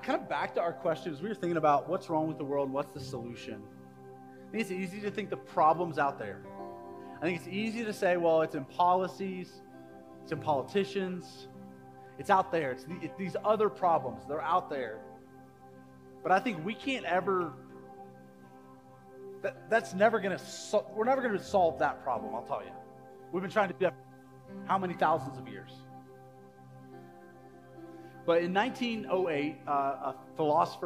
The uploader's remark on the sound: Live recorded sermon from the Sunday gathering at The Heights Church Denver on 04/23/23. The following episode is a live recorded sermon from the Sunday gathering at The Heights Church Denver.